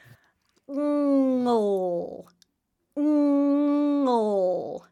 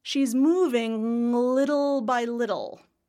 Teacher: You can feel the back of your tongue releasing to the L.